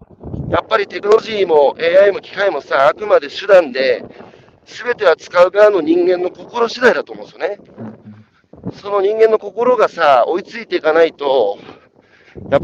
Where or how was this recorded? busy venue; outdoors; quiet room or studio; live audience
outdoors